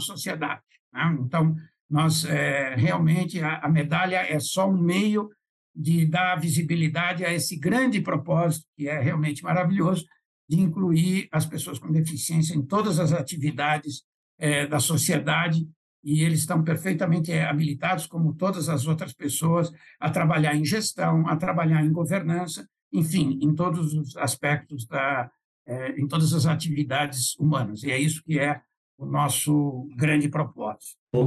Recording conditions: video call